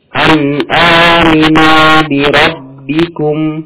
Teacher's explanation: Nun sukun di sini gunahnya naqisah. Tidak sempurna.